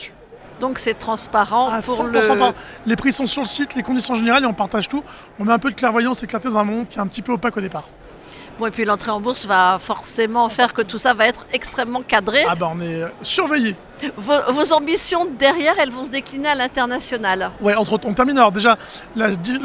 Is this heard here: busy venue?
yes